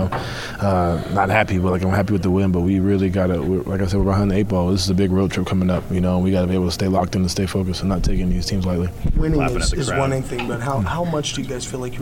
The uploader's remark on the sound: In the locker room following the Jazz win against Washington.